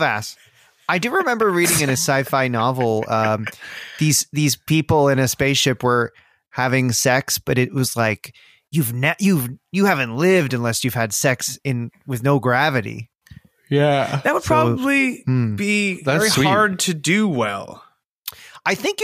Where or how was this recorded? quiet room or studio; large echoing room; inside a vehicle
quiet room or studio